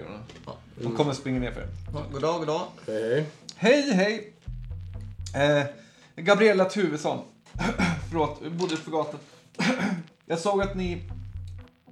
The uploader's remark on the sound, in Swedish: Vi ber om ursäkt för dåligt ljud, knaster, knaper, klick och hostningar.